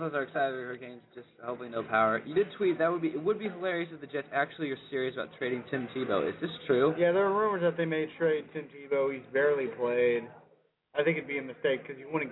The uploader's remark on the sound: Live from the Tavern for a special Halloween episode.